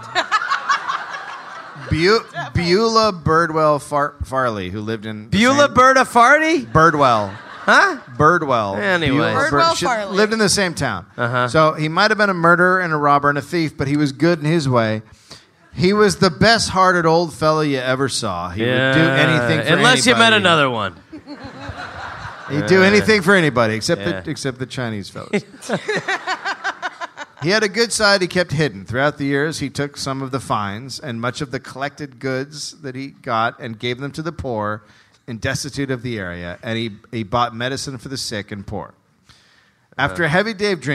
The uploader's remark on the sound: Live in Austin.